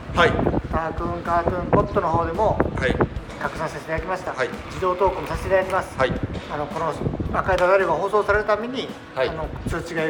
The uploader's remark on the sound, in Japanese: 外録音の為、風の音と雑音多め